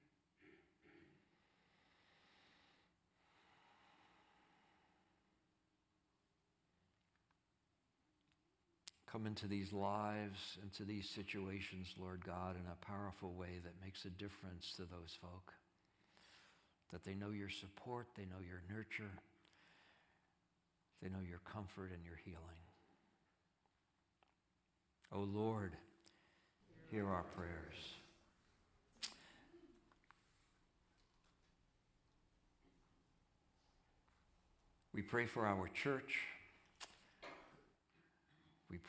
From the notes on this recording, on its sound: Audio of our worship service on Easter Sunday, 4/9/23. Streamed live from our campus in Westlake Village, CA.